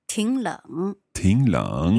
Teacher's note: So the first third tone changes to a second tone.